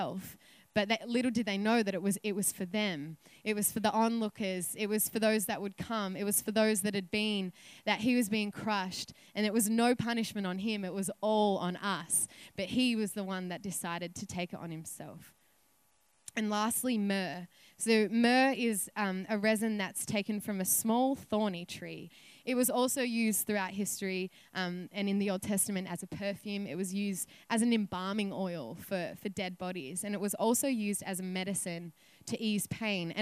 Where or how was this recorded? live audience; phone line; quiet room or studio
live audience